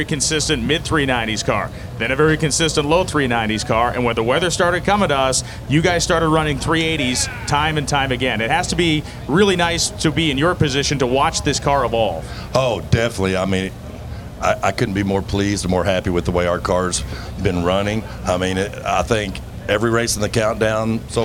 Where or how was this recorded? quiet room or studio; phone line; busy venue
busy venue